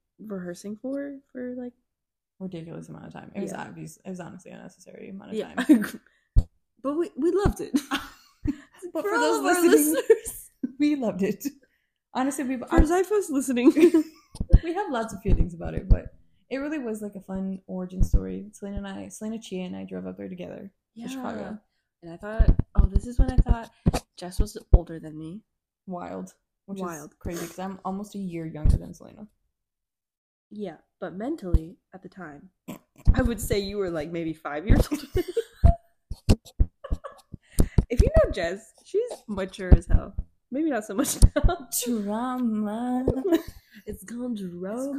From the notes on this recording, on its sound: Our audio quality might be a bit wonky here as we were just starting out.